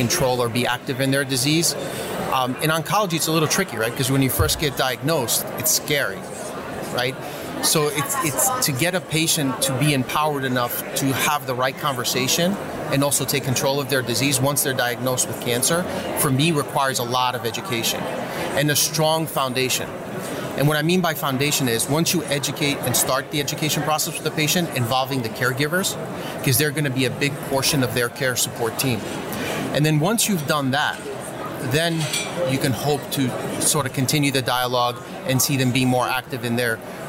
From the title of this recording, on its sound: Live at Pharma USA